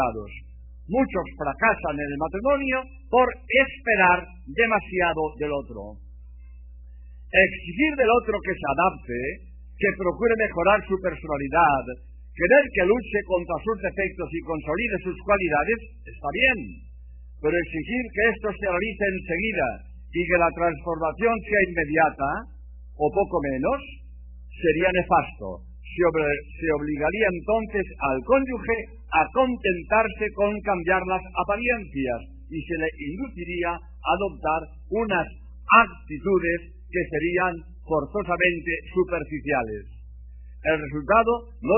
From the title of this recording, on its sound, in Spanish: Conferencia pronunciada en el CONVENTION CENTER de LOS ÁNGELES. California. EE.UU